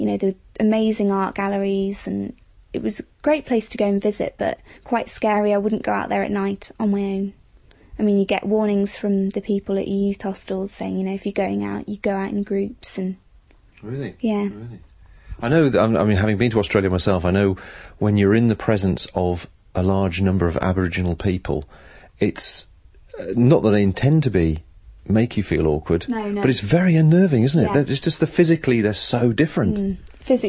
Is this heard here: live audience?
no